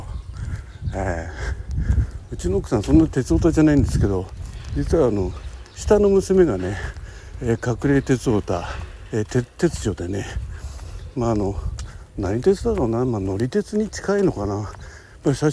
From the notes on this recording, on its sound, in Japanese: 駅に向かう歩きながら収録っす。From Radiotalk。